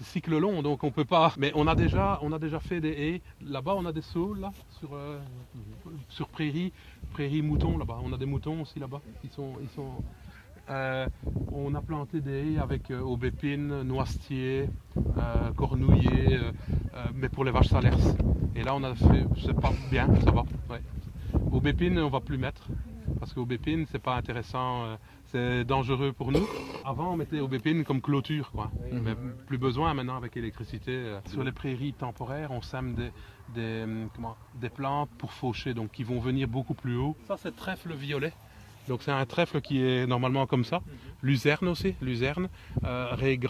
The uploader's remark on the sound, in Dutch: Beluister zijn getuigenis die werd opgenomen tijdens de Wervel-excursie.